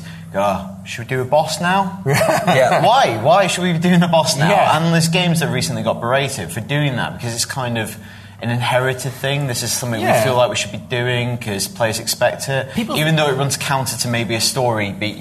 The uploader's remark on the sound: Live at the Glasgow Film Festival